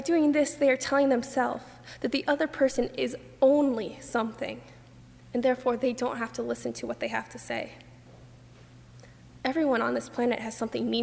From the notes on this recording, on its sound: during the 8:30 AM and 11:00 AM services on Sunday February 11, 2018 as part of Youth Sunday, at First Presbyterian Church of Arlington Heights, Illinois